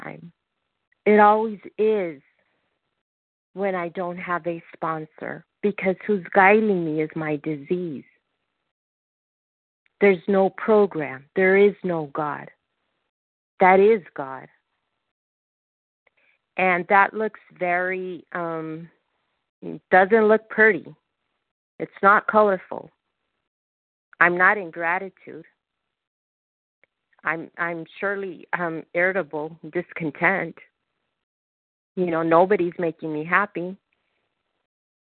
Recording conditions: phone line